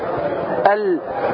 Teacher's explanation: الصوت يخرج من ناحيتي المستدق ال، وهذا من أوسع مخارج الحروف، أوسع مخارج الحروف هو اللام، يعني من هنا يبدأ من أدنى حافة اللسان إلى منتهى طرفه.